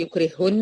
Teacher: والاولى ساكنة والتانية متحركة، ادغام مثلين صغير واجب كامل بدون غنة